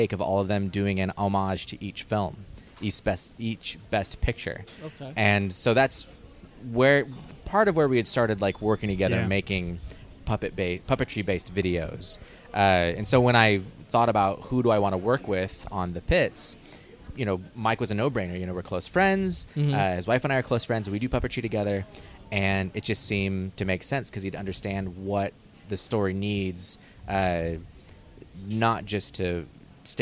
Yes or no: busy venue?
yes